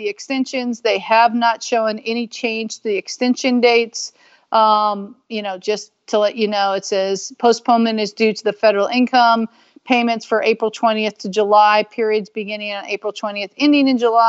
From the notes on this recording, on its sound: I can't really say in the house, I guess live on Skype.